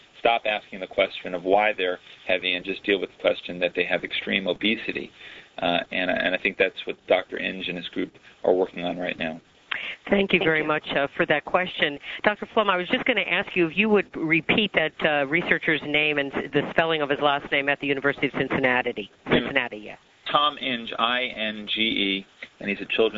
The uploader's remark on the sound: October 2005 Author in the Room® Teleconference